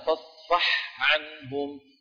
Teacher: بإظهار الحاء عند العين لجميع القراء